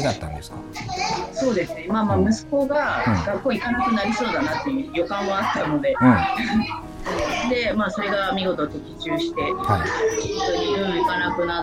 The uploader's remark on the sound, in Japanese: 今回は福岡にあるフリースクール「山ねこ」さんとオンラインでつないで、子どもたちがワイワイしている現場から実況中継的な形で収録を行った回になります。活動音や子どもたちの声も一緒に収録されているため少し聞きづらいところもあるかと思いますが。